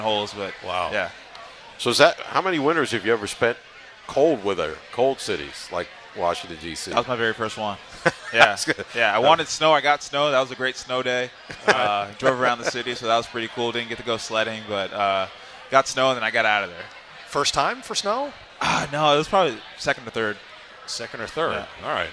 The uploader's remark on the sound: live from Duffy's Sports Bar & Grill